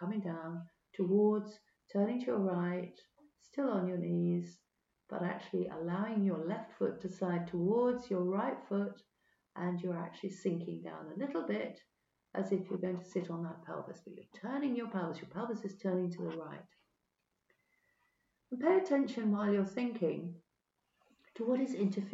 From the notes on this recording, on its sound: Sorry but the quality of the recording isn't so good, the yeti microphone may not have been picked up by audacity, typical tech issues !